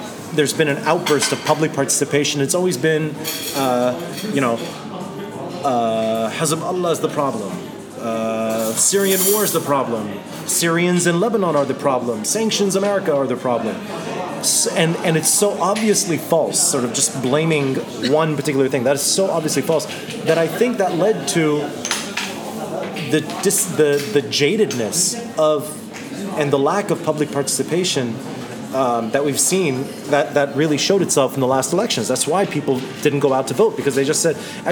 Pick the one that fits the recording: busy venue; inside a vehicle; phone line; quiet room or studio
busy venue